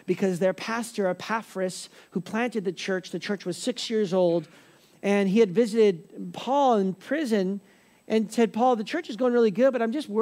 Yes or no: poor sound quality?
no